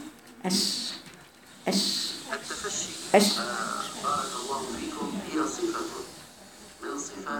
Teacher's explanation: لان الشين مهموسة وليس بالحروف المجهورة